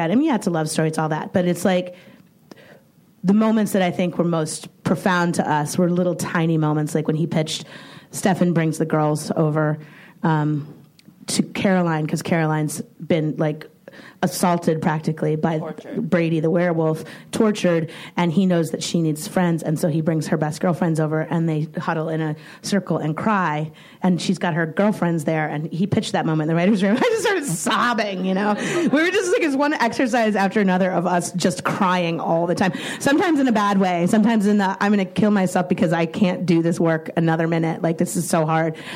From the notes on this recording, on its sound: Recorded at ATX Television Fest in June 2015.